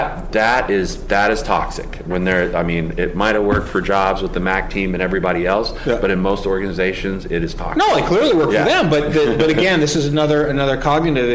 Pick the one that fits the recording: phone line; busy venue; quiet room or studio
busy venue